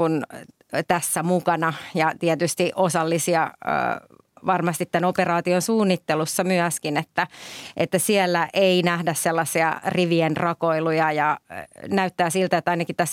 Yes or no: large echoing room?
no